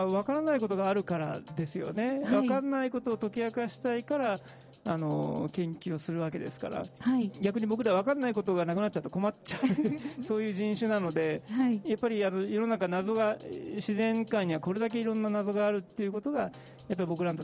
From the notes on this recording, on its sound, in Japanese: サイエンスアゴラ2022 会場収録版。サイエンスアゴラ2022 会場収録版。